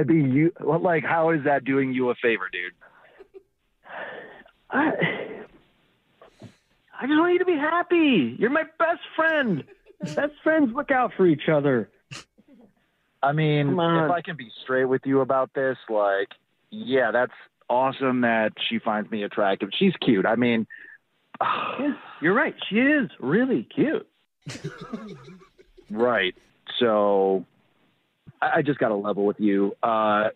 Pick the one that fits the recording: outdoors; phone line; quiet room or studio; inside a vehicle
phone line